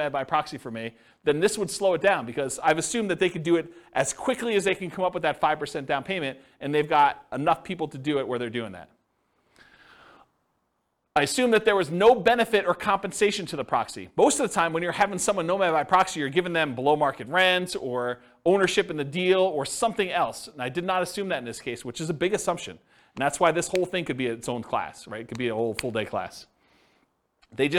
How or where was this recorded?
live audience